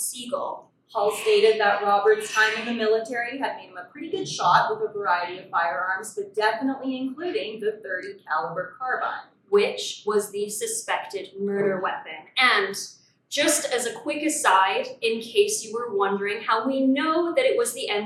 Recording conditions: poor sound quality